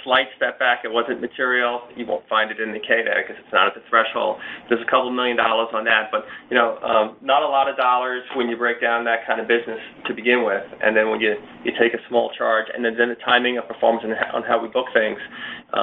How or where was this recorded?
phone line